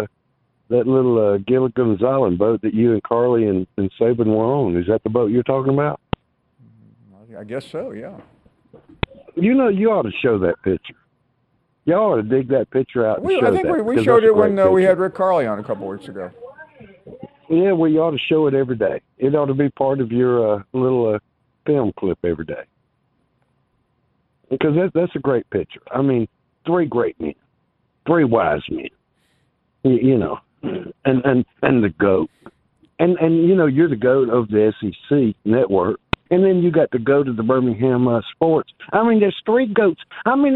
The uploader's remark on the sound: We finish up this Tuesday show with an hour of your phone calls